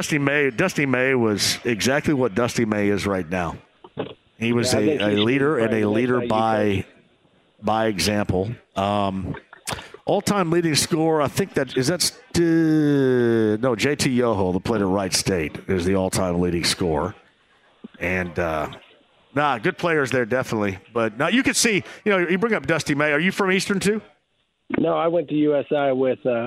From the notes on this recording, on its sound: live at the Dugout Bar